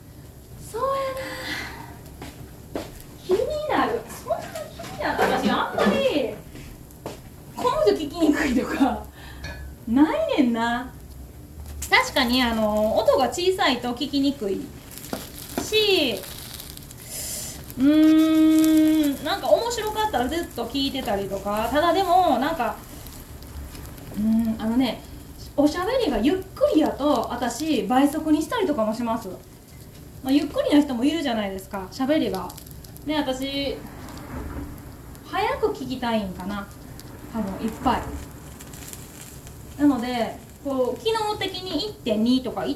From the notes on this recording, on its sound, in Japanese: From Radiotalk。一緒にたこ焼きが焼ける音も楽しんでね。